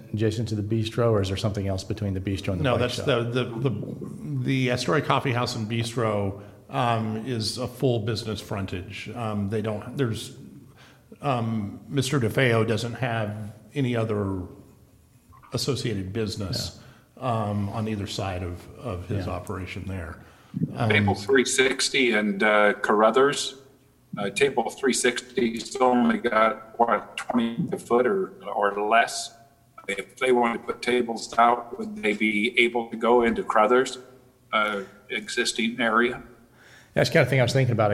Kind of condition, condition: setting, large echoing room